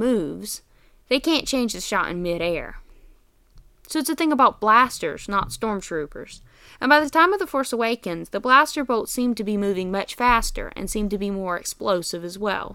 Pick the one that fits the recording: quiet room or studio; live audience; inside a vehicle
quiet room or studio